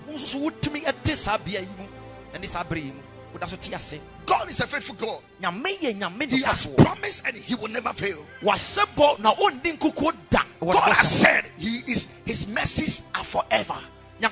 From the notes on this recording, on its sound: Preached at the Sunday Service